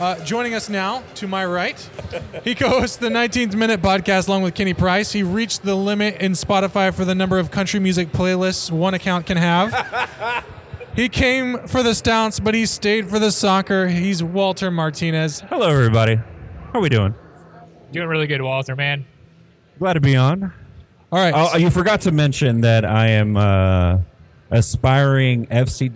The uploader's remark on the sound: For their live season review show. The guys are then joined by audience members.